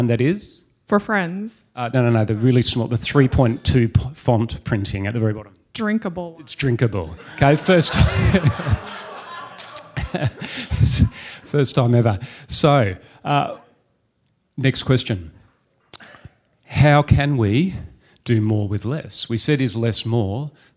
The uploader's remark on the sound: Live event coverage of the VeraSage Symposium. Every two years, the Fellows of VeraSage gather to learn from one another.